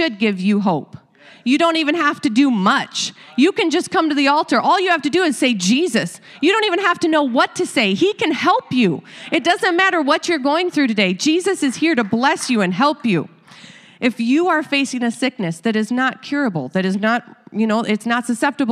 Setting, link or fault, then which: setting, large echoing room